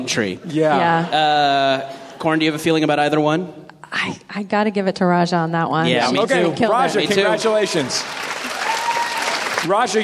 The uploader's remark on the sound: live on stage at the Hollywood Theatre in Portland, Oregon.